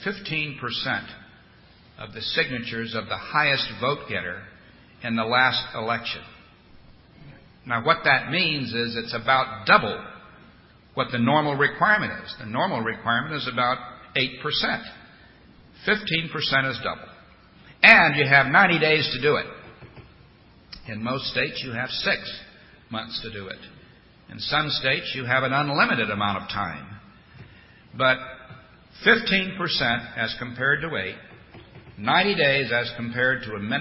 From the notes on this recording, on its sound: delivered this address at The Federalist Society's Second Annual Western Conference at The Ronald Reagan Presidential Library in Simi Valley, California, on February 23, 2008.